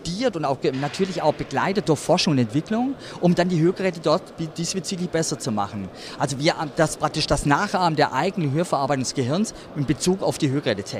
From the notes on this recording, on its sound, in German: Weltweit der größte Hörakustikerkongress dieses Mal in Hannover. Interviews direkt von der Messe.